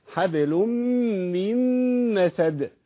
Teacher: حبل ومن النون بعدها ميم عليها شدة، يبقى أنا عندي ميمين عليهم شدة ورا بعض، يبقى هغن إيه، هغن الأولى وغن الثانية. حبل من مسد، والدال عندي مقلقلة لأنها من حروف القلقلة.